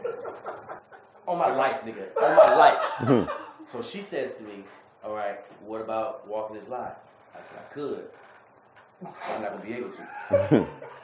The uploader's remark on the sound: These were episodes that were recorded when we first started, but had too many issues like bad audio, camera problems, or pending legal charges.